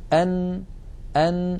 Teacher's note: النون تخرج من طرف اللسان، أن ويصاحب ذلك غنة من الخيشوم الذي هو التجويف الأنفي.